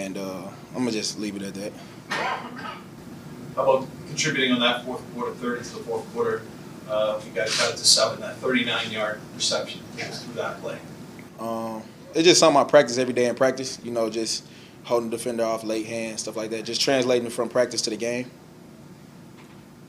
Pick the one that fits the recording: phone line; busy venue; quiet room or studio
busy venue